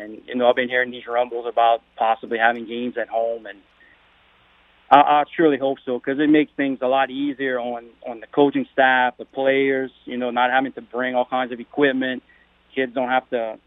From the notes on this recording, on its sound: then we dive into the phone lines